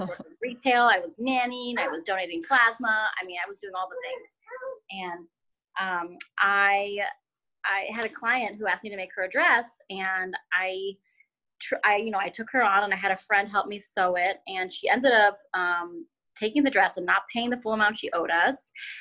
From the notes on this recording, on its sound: Sound quality will improve when interviews can be done properly after self-isolation.